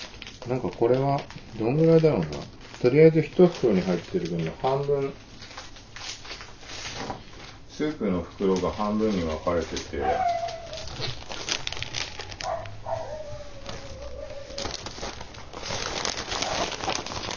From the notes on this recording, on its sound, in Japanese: マイク比較TASCAM DR-07X/完全ワイヤレスイヤホン。環境音入り収録。飯作ろうと思って、その間にポッドキャスト収録とかありなんじゃないかの結果、マイク音質比較みたいなことに。JPRiDE TWS-520 完全ワイヤレスイヤホン TASCAM DR-07X ステレオ A-Bモードのつもりが切り替えできてなかったので内部的には単一指向性だった？(汗) iPhone 11 Pro ボイスメモ 手持ち iPhone録音は別室で響かないので一番クリアに聞こえるかもw。